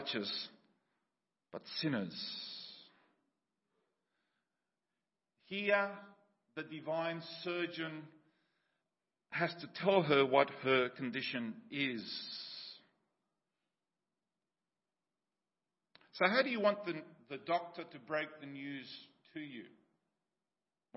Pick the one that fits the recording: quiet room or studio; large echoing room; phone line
large echoing room